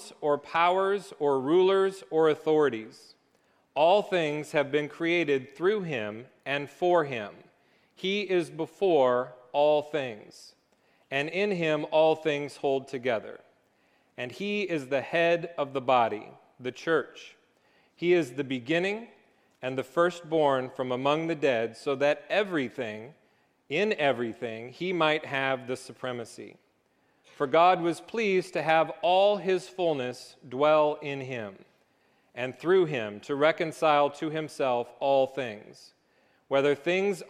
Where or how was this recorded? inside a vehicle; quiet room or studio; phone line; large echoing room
large echoing room